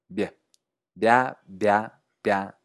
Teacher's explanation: Esto es una bilabial oclusiva sonora palatalizada.